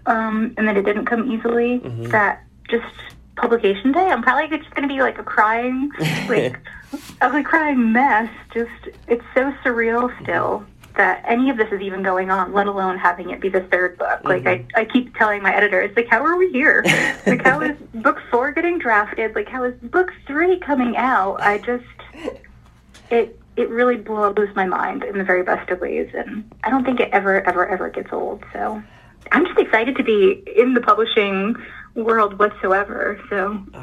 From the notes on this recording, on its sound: via phone